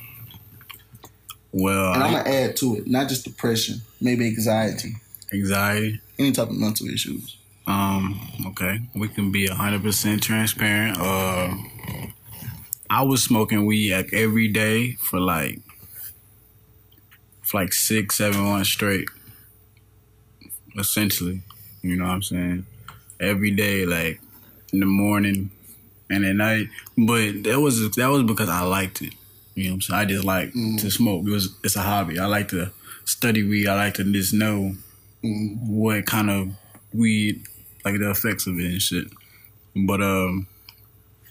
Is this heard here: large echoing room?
no